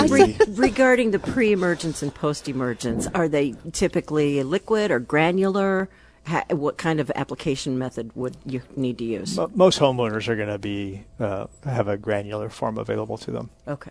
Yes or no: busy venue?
yes